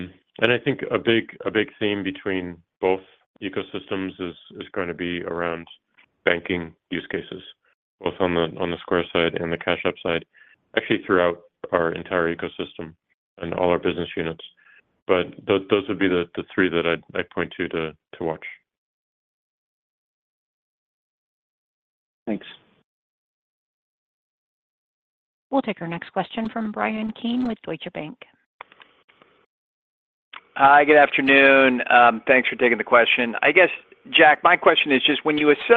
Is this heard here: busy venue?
no